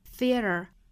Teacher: theater 这个 t 是要做弹舌的。Theater,注意尾部是要卷舌，弹完之后卷舌。Theater has taught me is, taught,尾部 t 省掉。Taught me is, me 和 is 同样做连读加